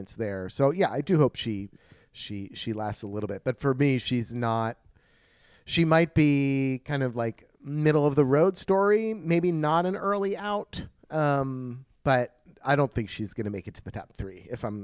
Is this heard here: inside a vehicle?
no